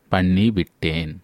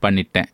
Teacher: And the V sound is dropped in common speech. · Shown in: second take